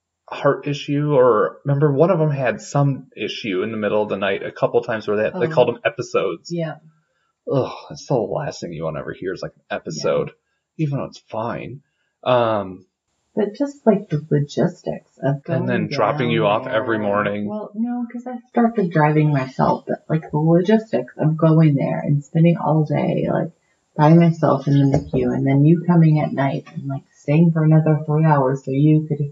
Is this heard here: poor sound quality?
yes